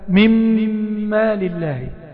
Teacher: ندغم النون الساكنة في الميم يصيران ميما مشددا